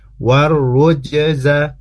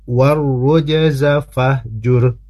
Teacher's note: Distasdidkan ke huruf ro, tapi jangan sampai terpeleset karena setelah ro itu ada jim yang disukunkan, harus dipantulkan